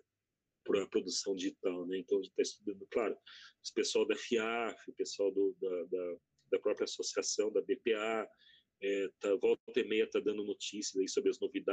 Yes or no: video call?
yes